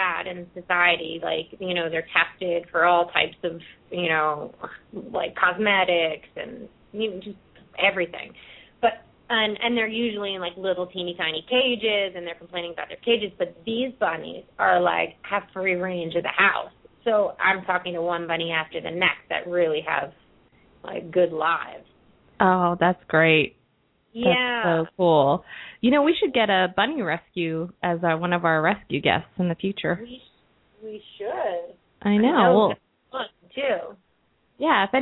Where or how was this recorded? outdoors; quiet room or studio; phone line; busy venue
phone line